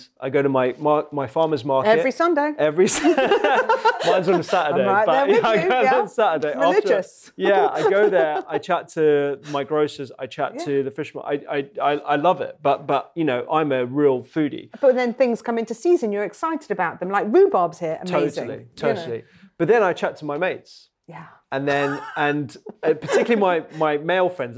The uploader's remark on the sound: Today’s episode is a live recording from my first supperclub of my book tour. It was recorded in front of a live audience in London.